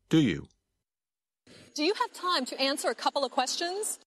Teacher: You can still hear each of the three words, but the words do you sound like one word.